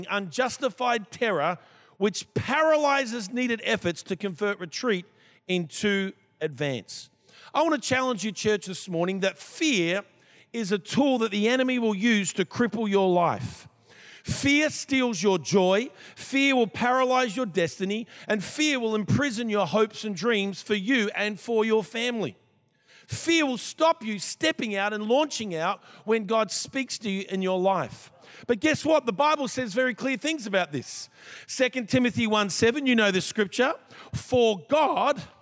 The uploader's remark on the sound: This was recorded in our 9am service on the 29th of January, 2023